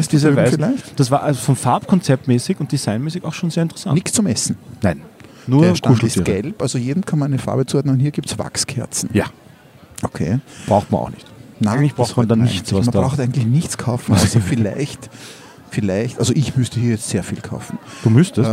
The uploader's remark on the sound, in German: Live vom Wiener Christkindlmarkt.